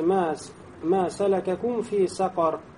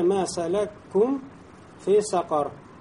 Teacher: один звук вошел в другой, это называется «большой идгом» · Shown in: second take